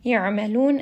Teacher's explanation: Ma, this is going to be a two count med. Ya'malun, ayn is going to have tawassut, it will roll around in the throat just a little bit. Ya'malun, and then we end here on a four count mada'alid lissukun.